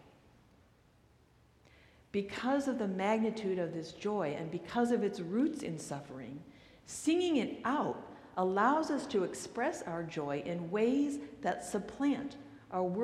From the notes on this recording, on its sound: recorded live at the 8:00pm Christmas Eve service on Sunday, December 24, 2023.